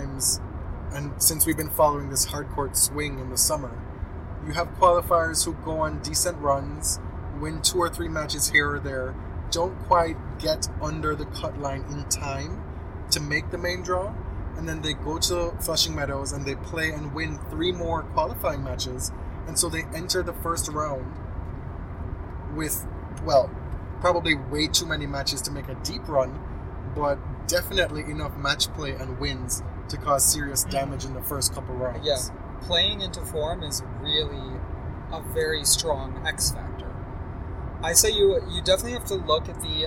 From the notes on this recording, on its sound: We're recording in the car again